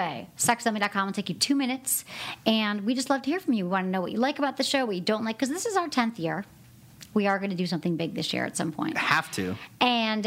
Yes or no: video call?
no